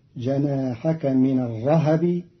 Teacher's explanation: قرأ قالون كلمة الرهب بتحريك الهاء فتصير جناحك من الرهب في إحدى لغاتها عند العرب.